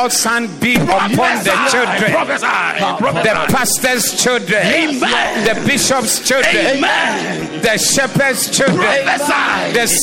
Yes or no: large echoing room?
yes